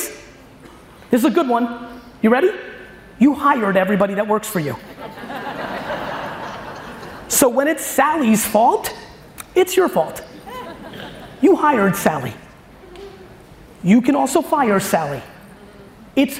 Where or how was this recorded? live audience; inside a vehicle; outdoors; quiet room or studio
live audience